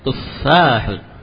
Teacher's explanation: Fa-nya ditasydid lalu panjang.